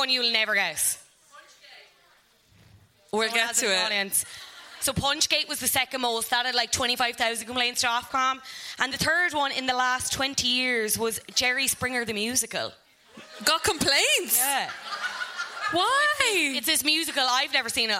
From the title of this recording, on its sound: Live at the Sugar Club